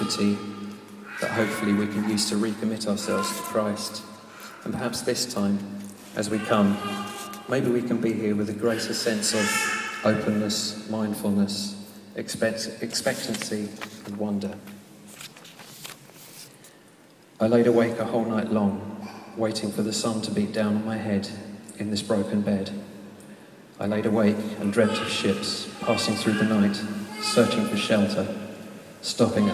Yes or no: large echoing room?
yes